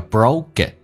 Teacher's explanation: broke 跟 it 有一个连音叫 broke it, 美式发音要浊化 k, 发格这个发音。